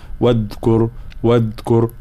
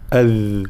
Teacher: الذال هنا لابد من بيان صفة الرخاوة خاصة · Shown in: second take · فلا نقول واذكر واذكر، أصبح فيها نوع من الشد، لا أذ هذا صوت الذال، واذكر في الكتاب.